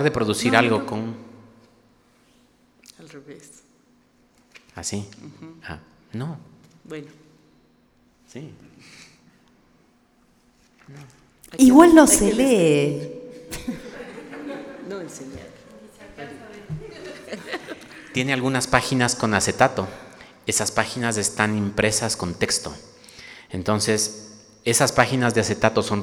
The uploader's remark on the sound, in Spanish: Este episodio especial fue grabado en vivo